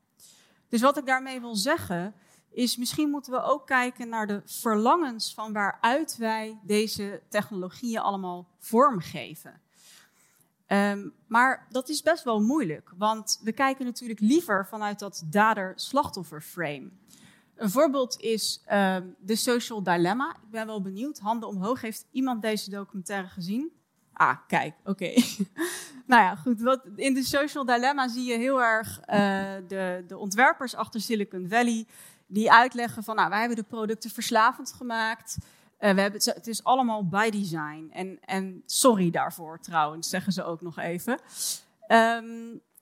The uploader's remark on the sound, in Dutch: Dit college is opgenomen tijdens het Betweter Festival, georganiseerd door de Universiteit Utrecht.